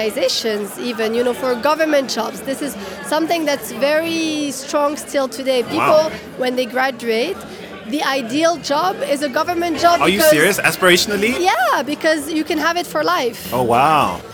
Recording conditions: busy venue